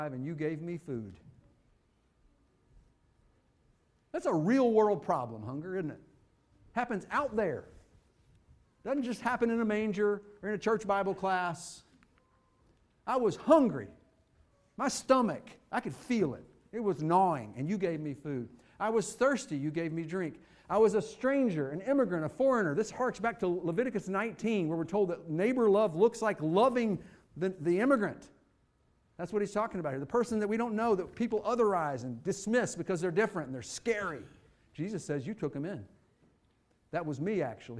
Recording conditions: large echoing room